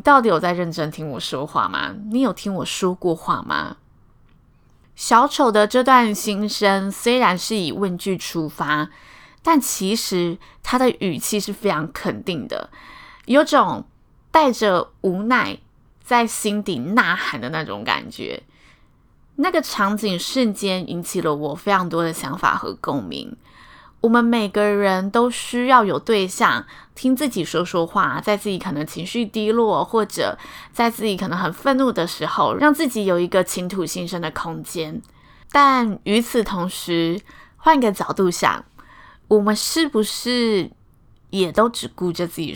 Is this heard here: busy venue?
no